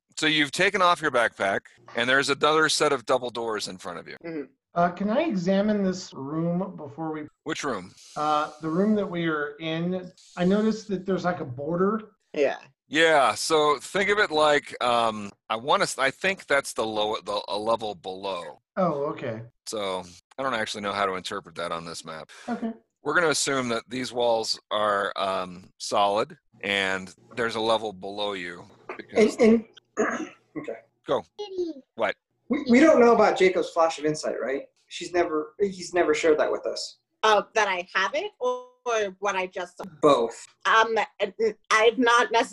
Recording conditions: video call